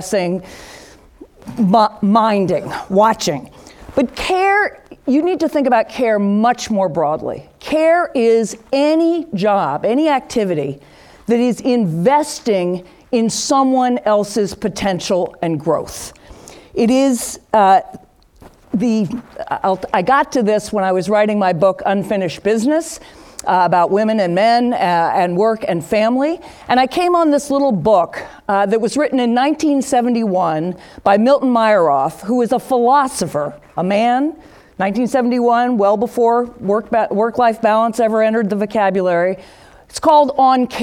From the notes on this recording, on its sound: Upfront Summit 2018. With the Upfront Summit audience.